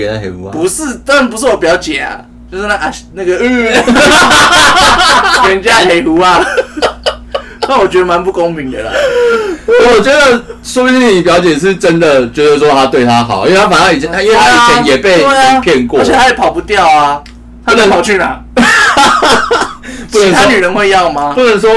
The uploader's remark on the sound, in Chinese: 這集因為設備問題音質有點差